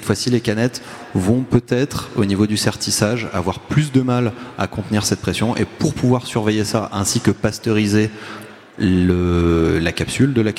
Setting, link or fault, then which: setting, live audience